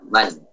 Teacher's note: Tapi kalau waqaf pada man, maka tidak terjadi idgham.